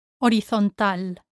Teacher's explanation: Here you need to remember that the H is silent, horizontal, and that the stress falls on the A